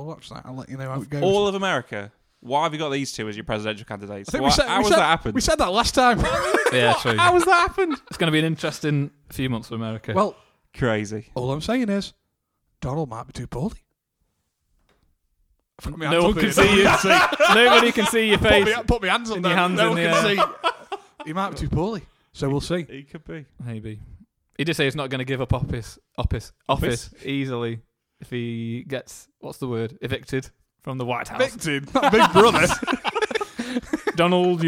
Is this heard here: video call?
no